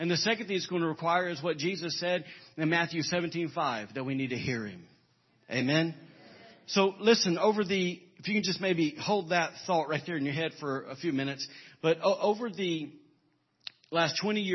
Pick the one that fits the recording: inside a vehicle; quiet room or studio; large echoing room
large echoing room